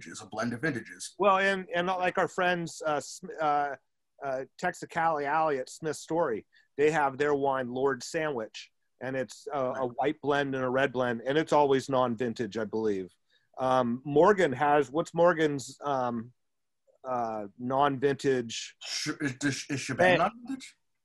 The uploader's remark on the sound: This week we gathered together on Zoom the day before Thanksgiving to answer some listeners’ questions.